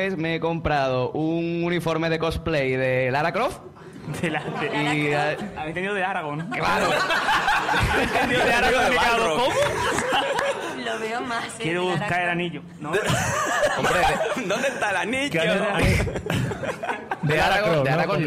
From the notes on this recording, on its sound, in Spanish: El episodio especial que grabamos en directo en las VII Jornadas de Podcasting. Tenemos que agradecer a Radio Podcastellano por el soporte ofrecido durante la grabación que salió magnífica.